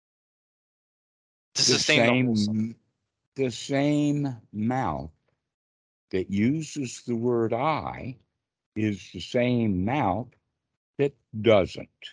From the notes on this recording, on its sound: The date in the title indicates the date the call was recorded.